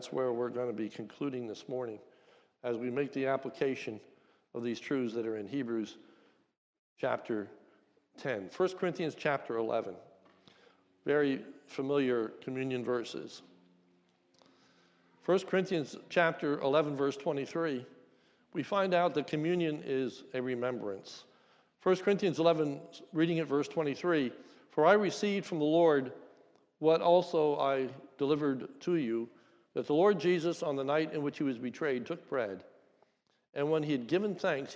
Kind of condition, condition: setting, large echoing room